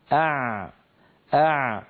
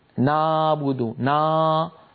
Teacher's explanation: عندما ننطق حرف العين الحرف الأول فإن لسان المزمار يعود إلى الوراء كثيرا وتتضيق الفتحة الباقية التي يمر منها الصوت · Shown in: first take · Term: العين الفصيحة